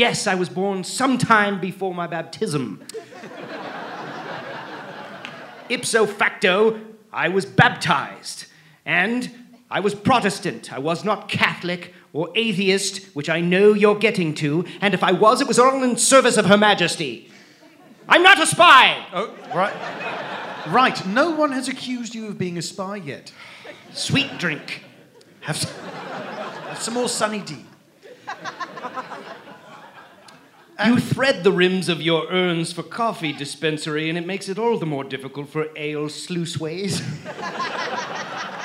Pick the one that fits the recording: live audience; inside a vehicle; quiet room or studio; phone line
live audience